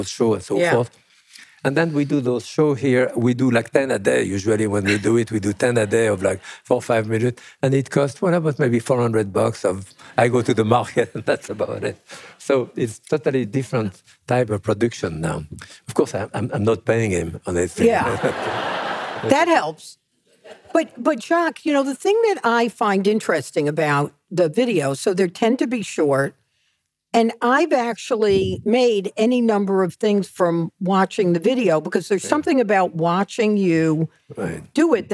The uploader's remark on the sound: Sit down in front of a live audience in Madison, CT.